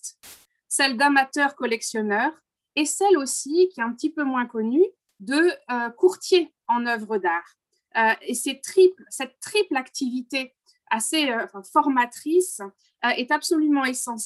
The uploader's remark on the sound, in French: Enregistré sur Zoom